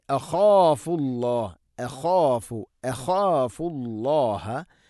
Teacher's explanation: ഇവിടെ അഖാഫു നോക്കൂ, ഹംസ ലൈറ്റായിട്ട് ഉച്ചരിക്കേണ്ട അക്ഷരമാണ്, അഥവാ നേർപ്പിച്ച് ഉച്ചരിക്കണം. ഖ സ്വരഭാരത്തിൽ ഉച്ചരിക്കേണ്ട അക്ഷരമാണ്, ഫ ലൈറ്റായിട്ട് ഉച്ചരിക്കേണ്ട അക്ഷരമാണ്